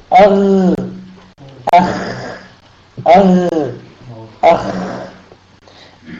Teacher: وأدنى الحلق يخرج منه الغين والخاء